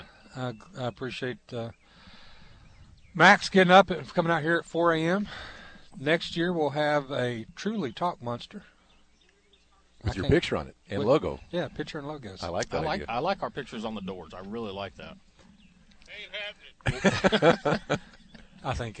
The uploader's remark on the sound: Live from the boat ramp. Broadcasting live from the 13th Annual Sportsman's Warehouse Dream Tournament Blast Off.